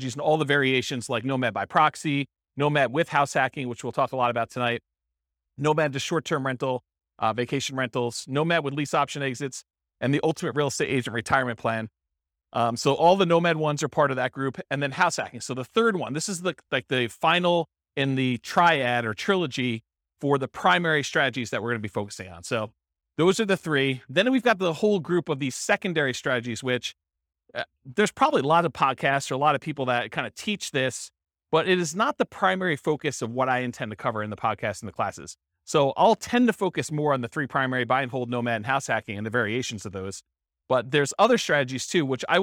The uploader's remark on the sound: This was a live class recorded